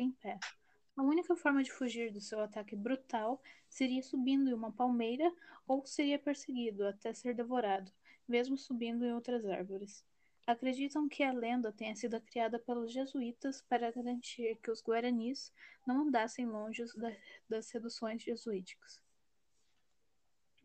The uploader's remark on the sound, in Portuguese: Aviso: Há variações no volume do áudio.